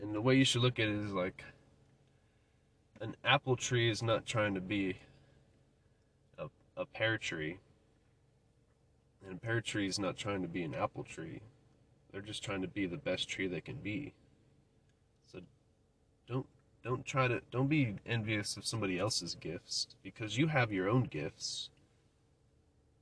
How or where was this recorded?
inside a vehicle